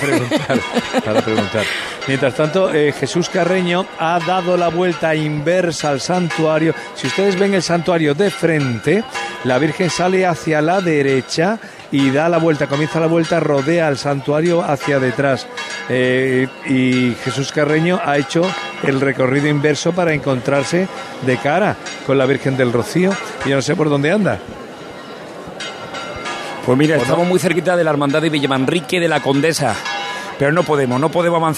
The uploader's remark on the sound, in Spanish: Programa especial con la retransmisión del tradicional 'Salto de la Reja' que inicia la procesión de la Blanca Paloma. En directo desde la aldea almonteña.